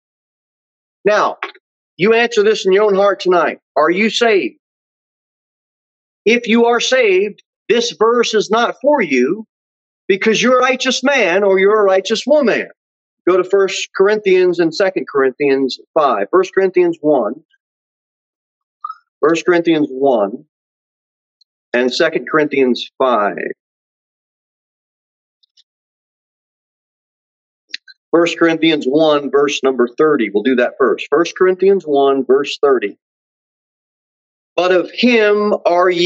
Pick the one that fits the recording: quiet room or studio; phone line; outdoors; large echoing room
large echoing room